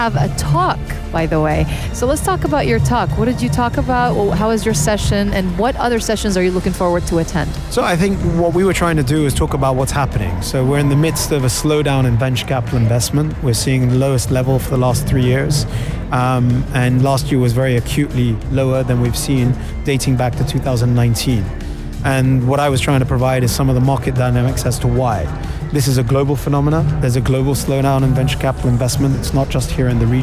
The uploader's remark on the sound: Live from SEF 2024.